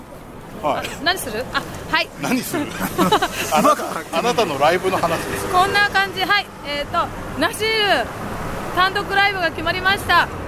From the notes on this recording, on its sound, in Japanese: 収録直後の帰り道で収録した収録後期をお届けします！